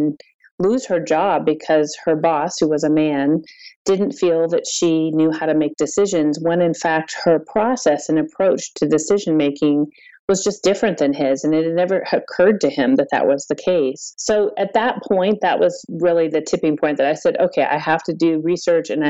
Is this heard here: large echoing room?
no